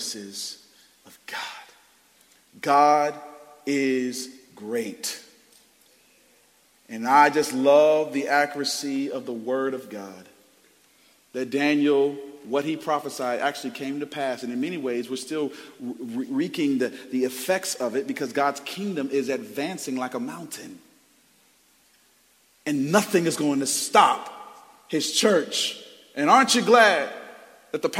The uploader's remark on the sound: Preached Sunday January 14th, 2023 at Woodside Bible Church, Pontiac Campus